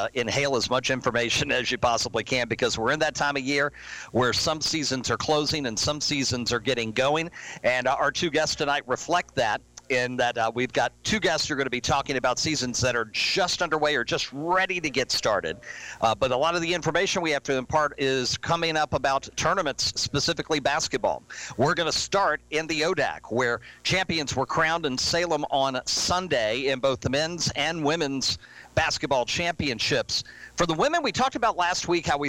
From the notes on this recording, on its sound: Live from SportsPage Grille Ashland